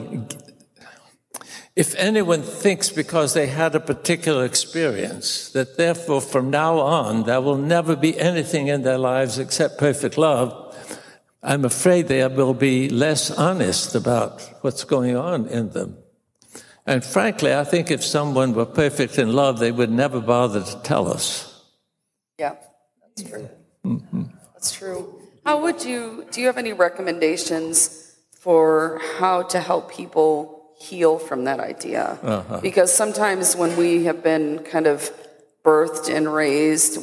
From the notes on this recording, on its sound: we are live in Redondo Beach at #TheologyBeerCamp